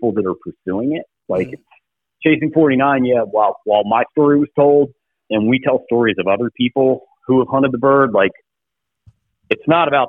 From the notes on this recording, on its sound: hops on the phone